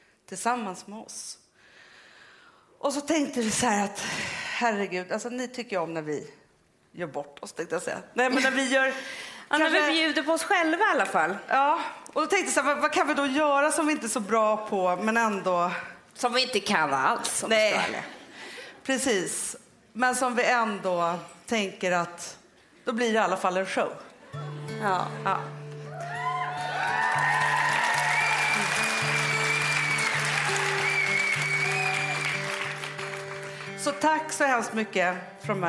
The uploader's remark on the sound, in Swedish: Inspelning inför 600 personer på Rival.